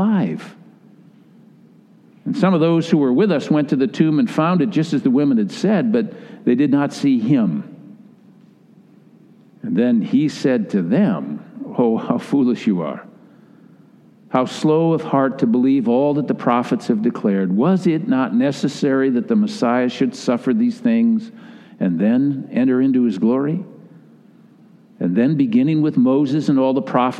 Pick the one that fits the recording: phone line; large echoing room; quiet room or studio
large echoing room